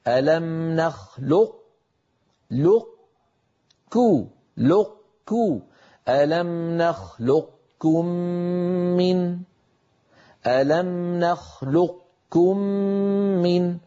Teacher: يطبق على قاف ثم يجافي عن كاف من غير، طبعا قاف غير مقلقلة. · Term: صفة الاستعلاء